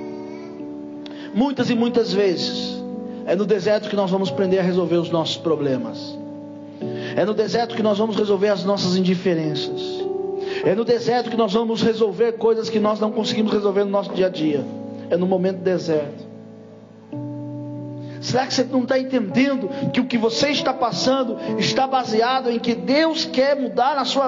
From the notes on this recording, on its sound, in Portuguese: Durante culto da Família.